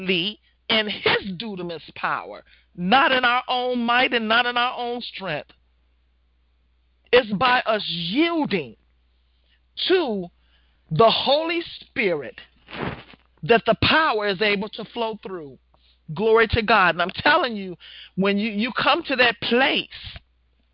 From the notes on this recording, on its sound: Women of Grace 1-20-2016 conference call class.